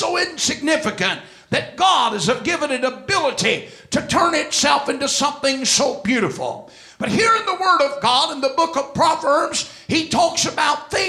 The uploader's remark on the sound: This message was delivered at First Apostolic Church, Sunday, December 26, 2004.